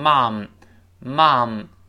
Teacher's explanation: 在美式英语中呢，用 mom 口型略大一些发啊，都称 mom，就更像中文中这个妈这个声音